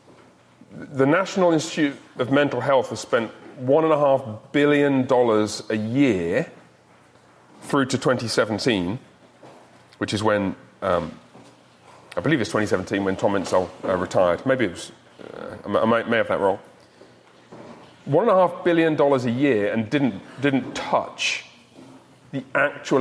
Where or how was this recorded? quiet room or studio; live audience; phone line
live audience